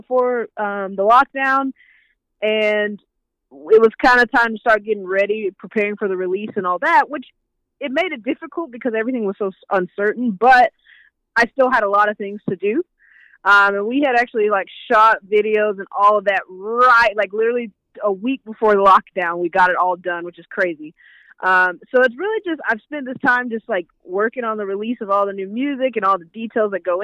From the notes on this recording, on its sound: talks over the phone